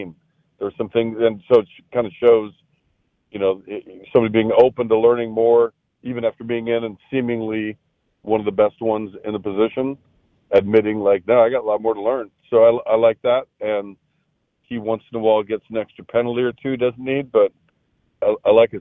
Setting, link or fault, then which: link, phone line